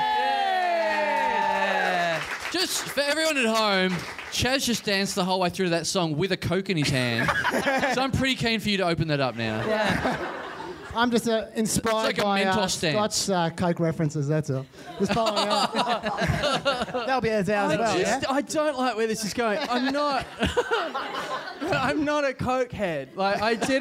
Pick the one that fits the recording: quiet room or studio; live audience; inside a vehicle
live audience